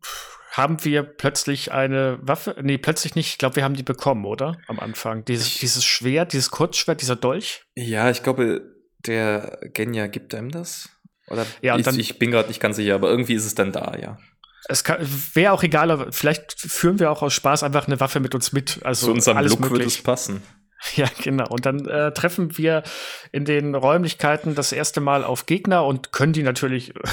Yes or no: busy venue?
no